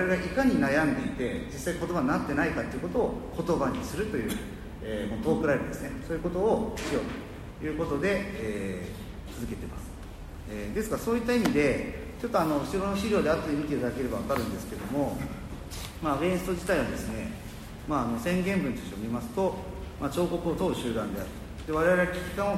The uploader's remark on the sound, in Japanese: のトークイベントの録音です。会場：武蔵野美術大学鷹の台キャンパス 2号館309、310教室。